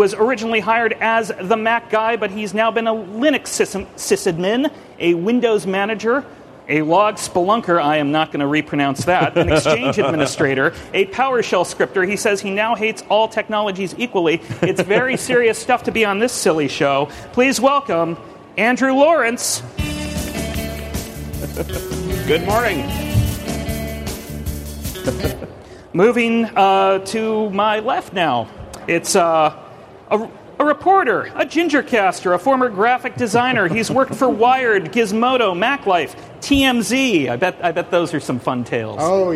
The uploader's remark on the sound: A quiz show. Recorded live on March 28, 2014 at Macworld/iWorld 2014 in San Francisco, CA.